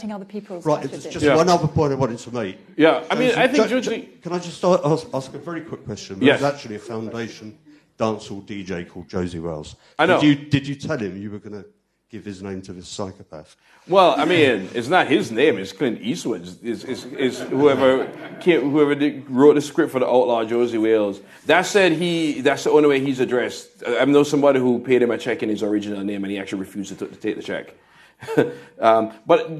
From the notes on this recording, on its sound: answers audience questions at a Guardian Live event